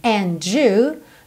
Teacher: Muito comum quando a gente tem uma palavra que termina em D seguida de you, que essa junção soe do, como se fosse um DJ, né? Do, ok?